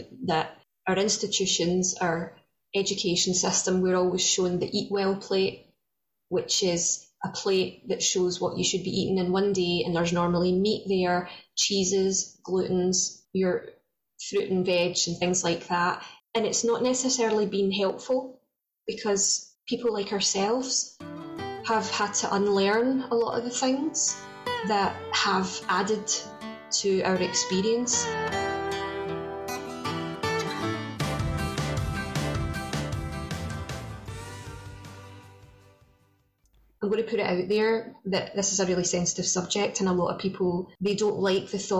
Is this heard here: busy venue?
no